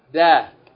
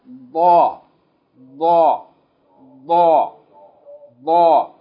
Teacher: pronounced from the tongue, da, from the tip, from the front, touching the gums